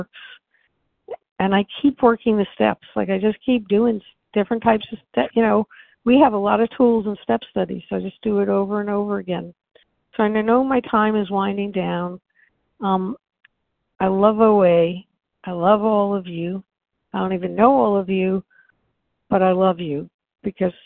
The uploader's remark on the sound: from the 100 Pounders Phone Meeting